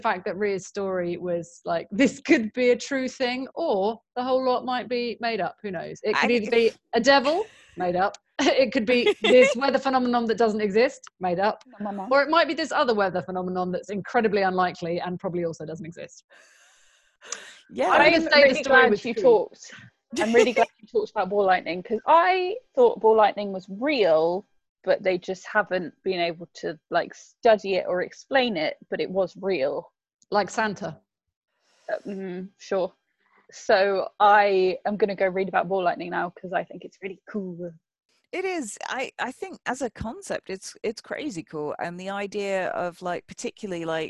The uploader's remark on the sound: This episode was recorded via Zoom cus we were still in lockdown